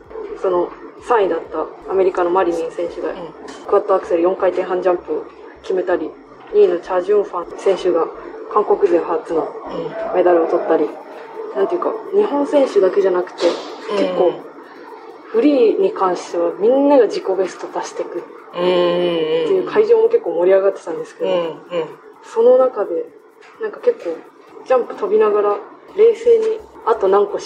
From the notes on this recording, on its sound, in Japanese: 担当記者が大会会場から練習や演技後の取材裏話をお届け。大会会場での収録により周囲の音が多く入っております。ご了承ください。